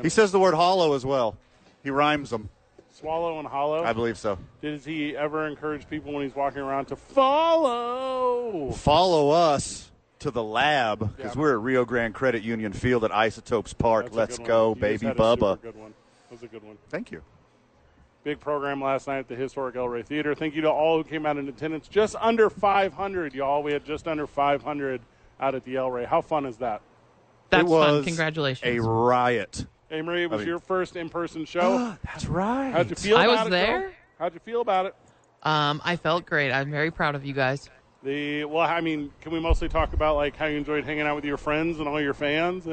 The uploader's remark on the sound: live from Isotopes Park.